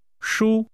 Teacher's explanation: Comfortable is pronounced with a high level tone.